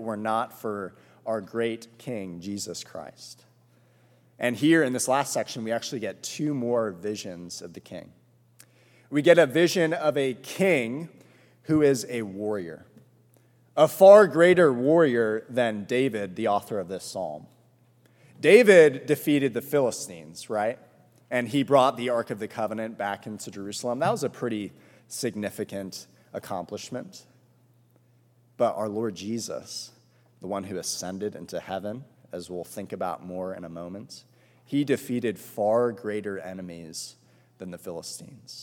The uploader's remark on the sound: This sermon was preached at All Souls Presbyterian Church on May 8